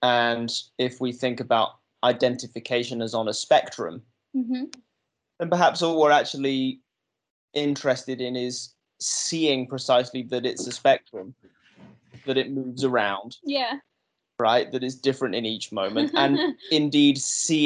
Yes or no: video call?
yes